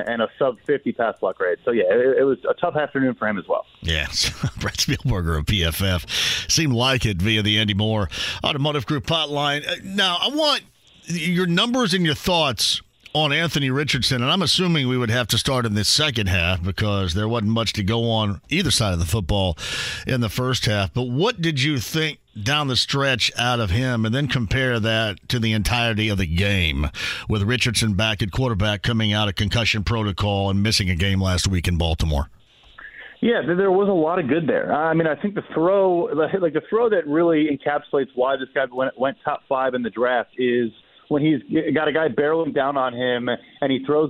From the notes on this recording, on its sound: He then opens the phone lines up and takes a call from a listener!